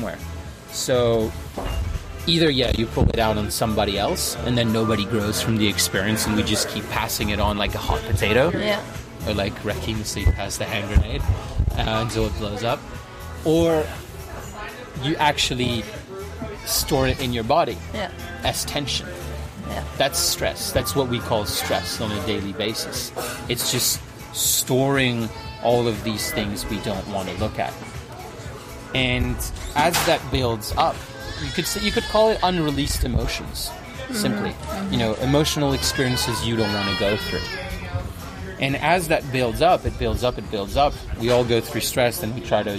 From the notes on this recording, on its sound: It was another windy day, please be aware of the background loud noises, sincere apologies!